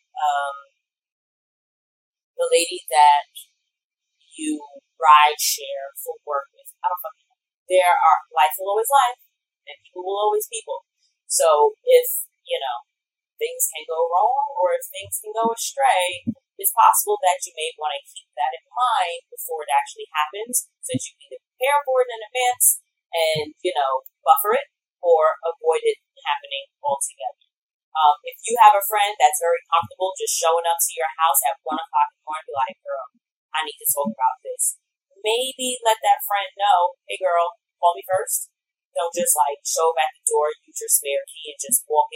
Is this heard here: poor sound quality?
yes